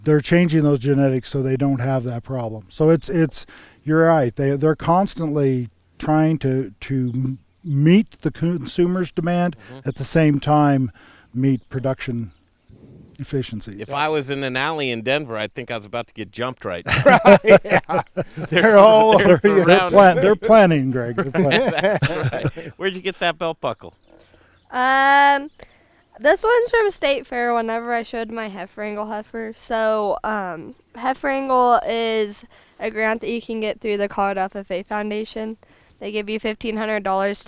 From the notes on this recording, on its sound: What an incredible Colorado farm family right here! Live at Jager's Livestock. Did we mention the goats?